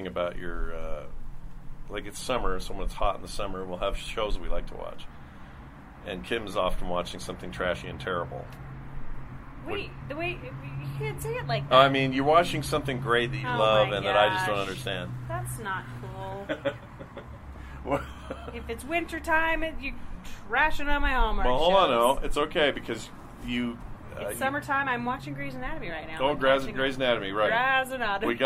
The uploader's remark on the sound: We did this outside today, off livestream, and it was kinda nice!